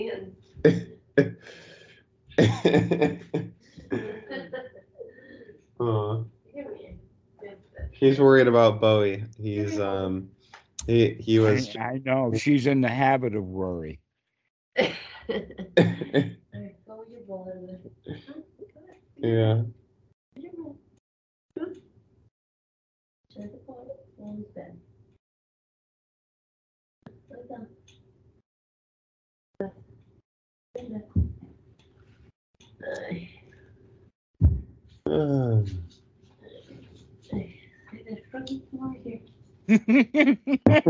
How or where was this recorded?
video call